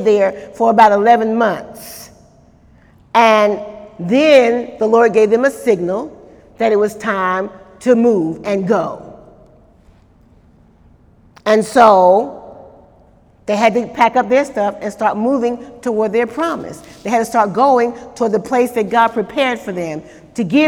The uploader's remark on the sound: During Wednesday night service on April 26, 2018